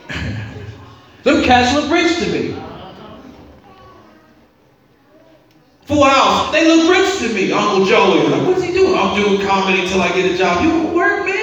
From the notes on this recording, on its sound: this was a message preached at Metropolitan CME Church in Cincinnati.